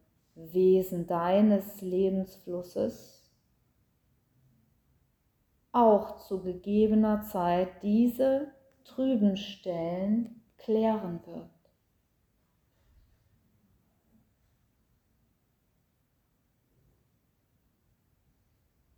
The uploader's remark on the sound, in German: Mitschnitt aus einer Yogastunde mit Hintergrundgeräuschen.